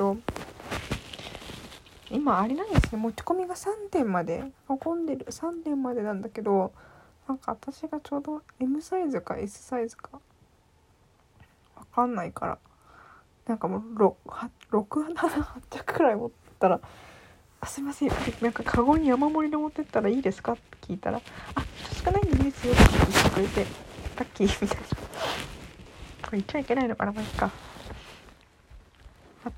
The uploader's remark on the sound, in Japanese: 雑音も多すぎる。